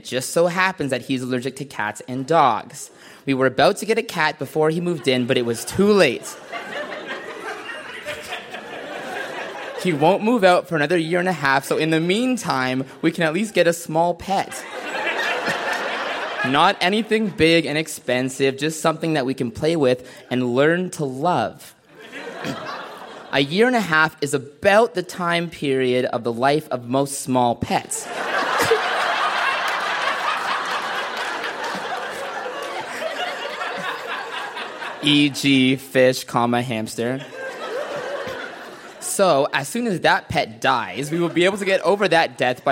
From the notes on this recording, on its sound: Recorded live at The Royal Cinema in Toronto.